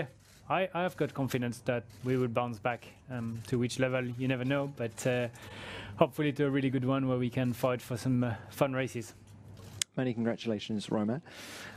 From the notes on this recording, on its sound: Singapore Thursday Driver's Press Conference